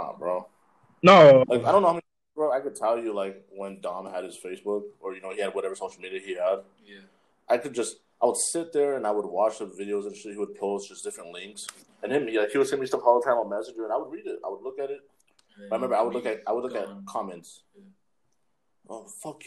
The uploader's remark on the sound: We had some audio issues bare with us.